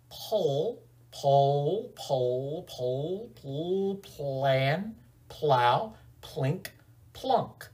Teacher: put your lips together to make p, and then bring your tongue up into the L sound